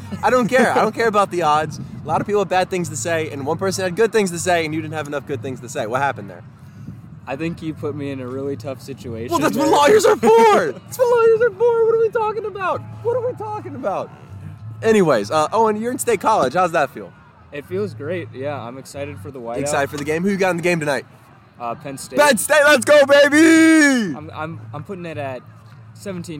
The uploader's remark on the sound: Live From The Tailgate Lots!